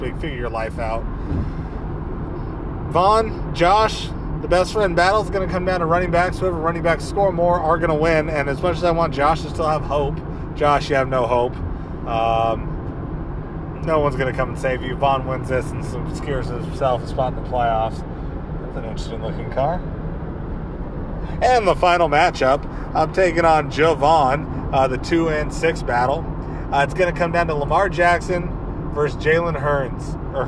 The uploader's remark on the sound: This one is a doozie, don't know if you can even understand it. Possibly recorded this on my phone while driving to Portland.